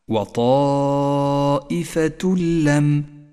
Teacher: المثال التالي على الإدغام بلا غنة عند قوله تعالى وطائفة لم يؤمنوا، جاء التنوين وبعده حرف اللام، نسقط التنوين من اللفظ ولذلك هو رمادي اللون في مصحف التجويد ونشدد حرف اللام الذي بعده